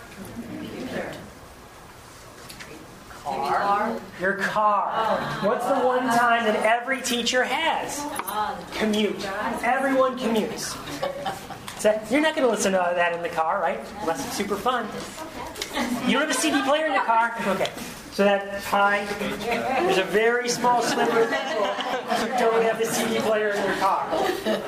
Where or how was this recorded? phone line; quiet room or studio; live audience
live audience